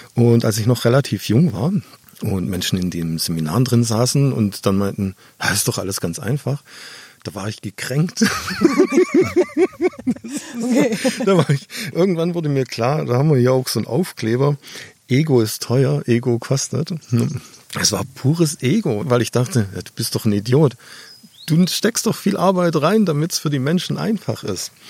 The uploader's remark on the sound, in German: Draußen im schönen Garten irgendwo in Brandenburg